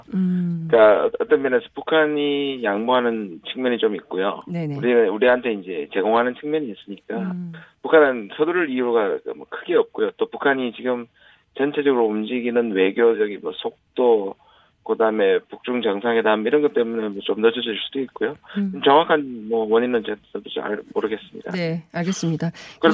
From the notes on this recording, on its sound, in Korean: 전화연결